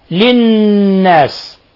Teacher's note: ولنجعلك آية للناس، تنوين فتح جاء بعده حرف اللام، الحكم التجويدي إضغام بغير غنة لأن اللام أحد حرفي الإضغام بغير غنة. للناس، نون مشددة تغن مقدار حركتين